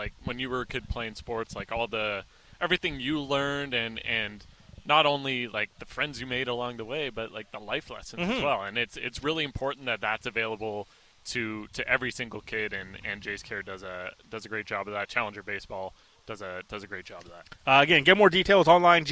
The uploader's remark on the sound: live on location at the Jays Care golf tournament for The People's Show